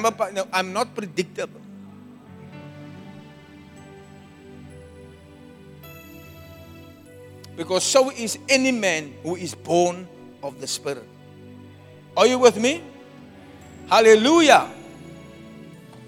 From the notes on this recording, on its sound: Preached at the Zion Sanctuary, Cape Town